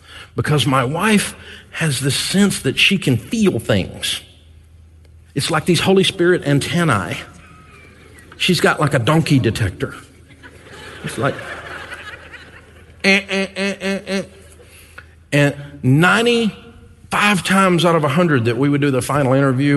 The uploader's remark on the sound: Live From EntreLeadership 1-Day. Over 1,000 small-business owners and leaders from around the country joined us in Grand Rapids, Michigan, to pour into themselves and their businesses.